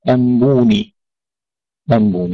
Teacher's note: يقرأها أبو جعفر بحذف الهمزة